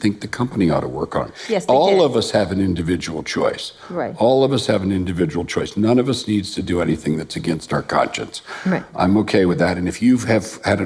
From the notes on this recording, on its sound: In this live conversation recorded at Harvard University's Kennedy School of Government.